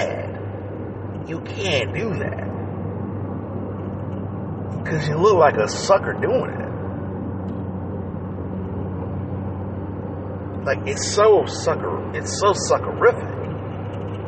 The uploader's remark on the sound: Disregard that squeaking sound, that from a steering wheel that needs to be changed.